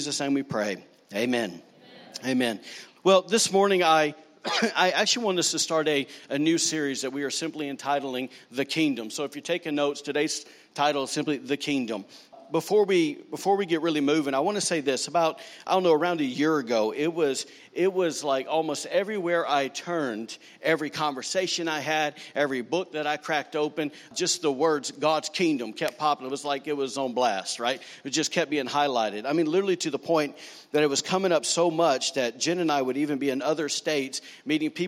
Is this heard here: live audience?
yes